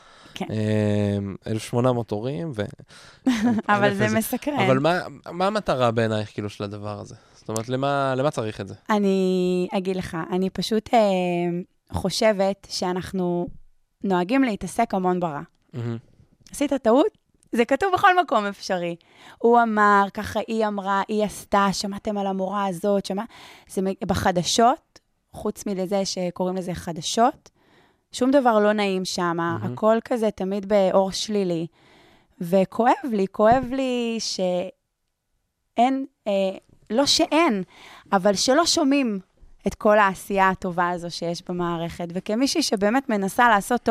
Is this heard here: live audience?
no